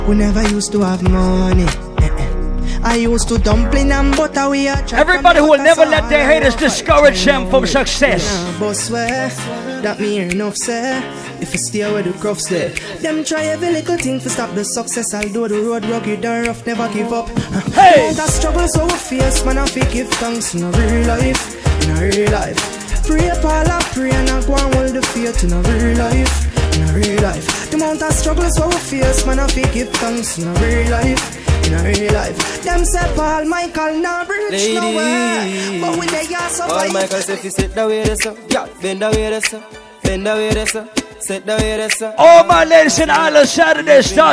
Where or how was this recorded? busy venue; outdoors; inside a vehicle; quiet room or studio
busy venue